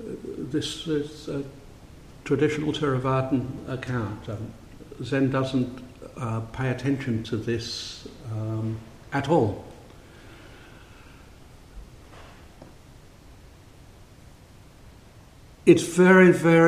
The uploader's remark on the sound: A Thursday night Dharma talk. Delivered at St Paul's in Beaconsfield.